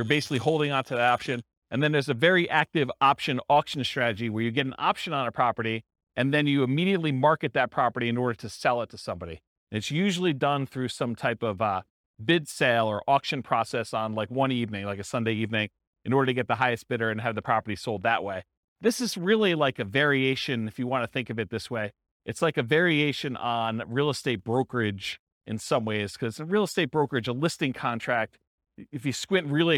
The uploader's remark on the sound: This was a live class recorded